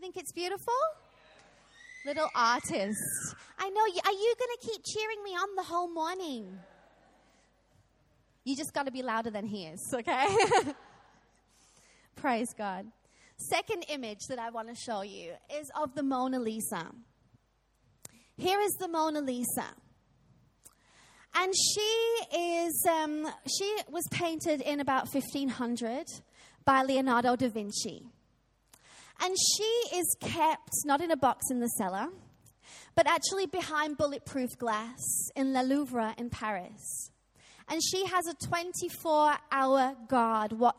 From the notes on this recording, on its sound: Recorded live at Life Church